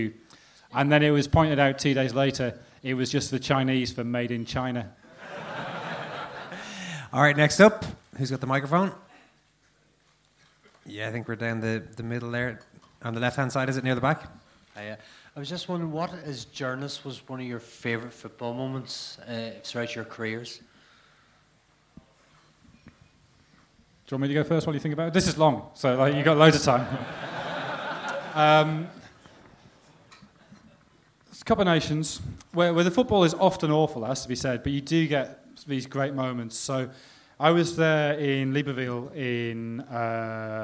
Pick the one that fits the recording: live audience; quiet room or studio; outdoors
live audience